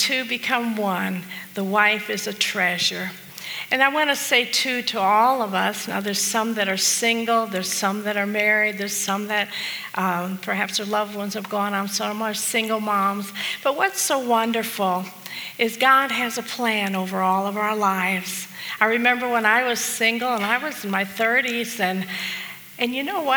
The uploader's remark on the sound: This message was preached at the Fredericksburg Full Gospel Fellowship